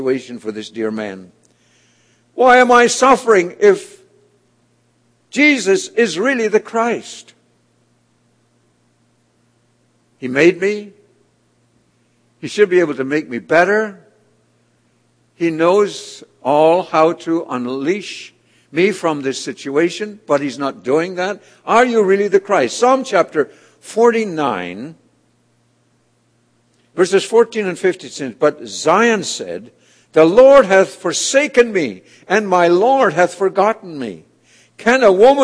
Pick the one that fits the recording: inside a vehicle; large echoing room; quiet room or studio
large echoing room